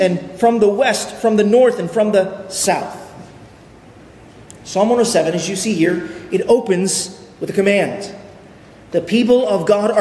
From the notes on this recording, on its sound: at Arlington Baptist Church in Arlington, Virginia